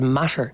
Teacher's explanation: the T's got turned into a TH and S sound. There was air being pushed over.